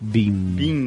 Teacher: E quando Bim. você fala bim de faixa de luz, você tem que fechar os lábios.